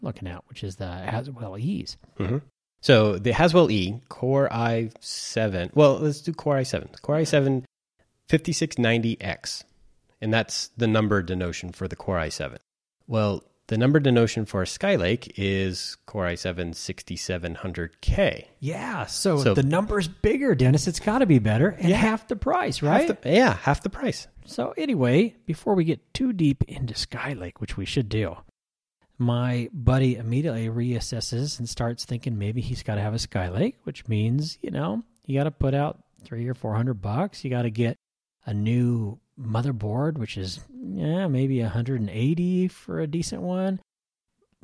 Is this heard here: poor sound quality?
no